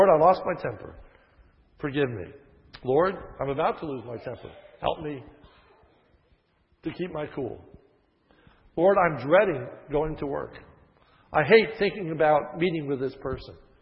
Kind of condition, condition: setting, large echoing room